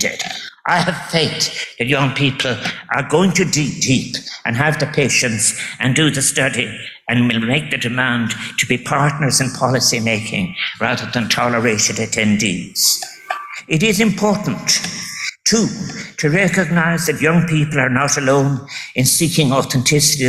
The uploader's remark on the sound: Keynote address at World Food Forum Closing Session